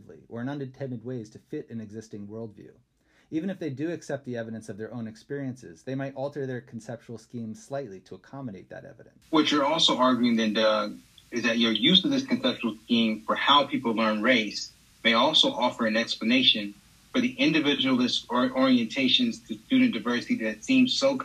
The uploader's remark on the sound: joining me over Zoom for an evening to record this episode